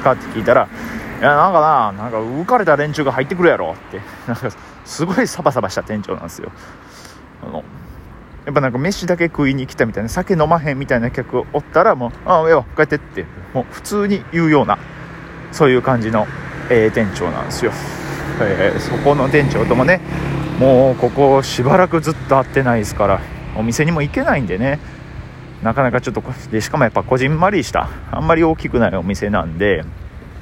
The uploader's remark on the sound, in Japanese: 歩きながらやと息が切れよるね。フゥフゥ言いながら喋ってますが興奮してるわけじゃないので、よしなに。